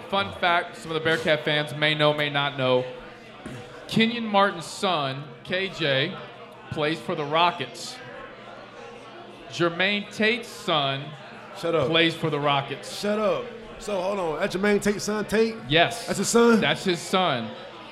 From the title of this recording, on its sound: LIVE at Mio's